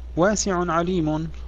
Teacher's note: واسع عليم هذا مثال على المنون، مثال على المنون. اجتمع لدينا عينان في كلمة، لكن العين الأولى منهما منون، لذلك لا تدغم الأولى في الثانية